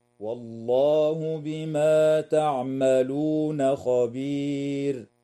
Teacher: تنتهي الآية عند كلمة خبير والوقف عليها من قبيل الوقف التام مع وجوب ترقيق الراء وقفا